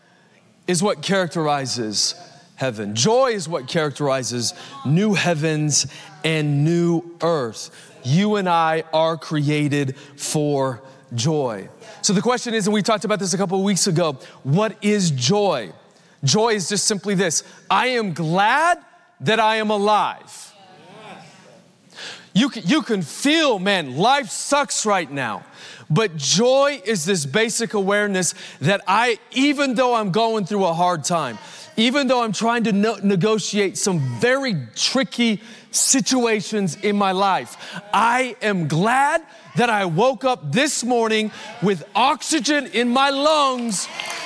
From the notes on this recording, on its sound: Recorded Live at Capital Church in Meridian, Idaho